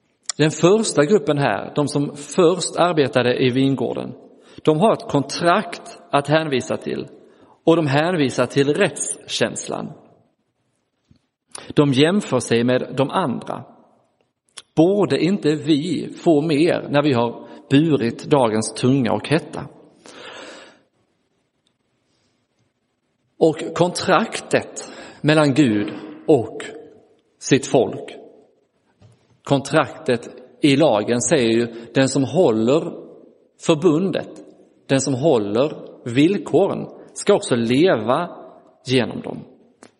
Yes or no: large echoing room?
yes